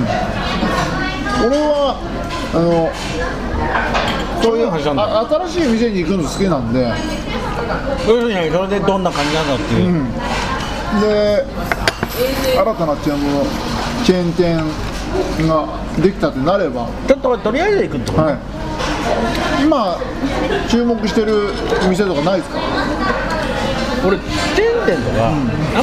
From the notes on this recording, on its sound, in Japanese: サイゼリアにて収録です。